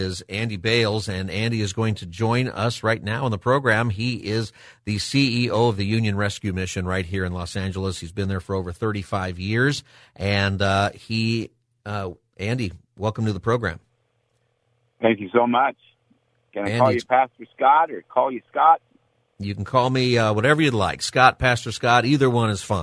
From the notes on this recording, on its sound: We continue open phone Friday where listeners can call in on any topic they'd like.